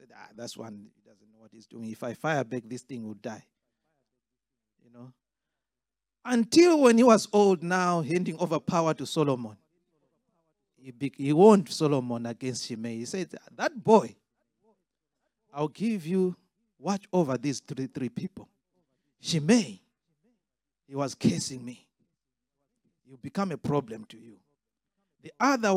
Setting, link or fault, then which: setting, large echoing room